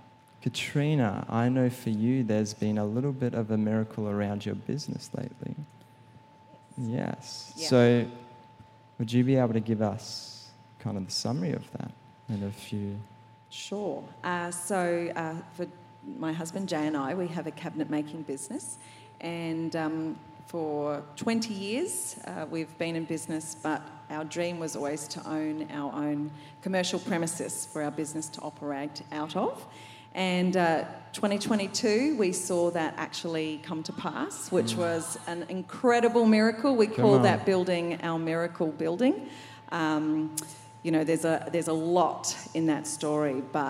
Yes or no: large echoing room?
yes